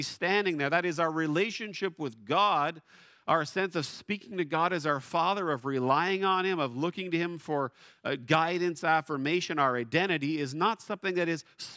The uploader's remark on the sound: at Blessings Christian Church located in Hamilton, Ontario.